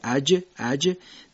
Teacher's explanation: در جیم در حقیقت روی زبان به کام بالا میچسبه و هنگام جدا شدن جیم ادا میشه، اج اج. در شین و یا کامل نمیچسبه و مماس میشه، میگیم اش ای.